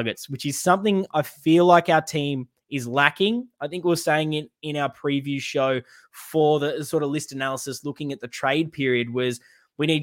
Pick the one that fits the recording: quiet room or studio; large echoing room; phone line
quiet room or studio